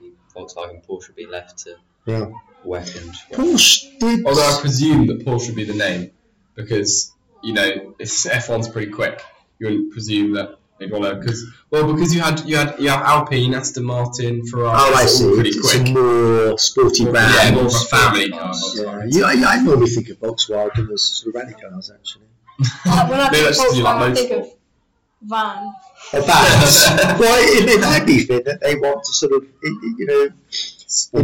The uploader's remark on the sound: After a few technical difficulties over the last few weeks, we are back on air as a podcast and radio show, apologies for the poor sound quality, but it's better than no show at all!